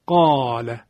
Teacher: ببینید مثلا قاف بر سر الف بیاد، چون قاف تفخیم داره پس الف هم تبعیت می کنه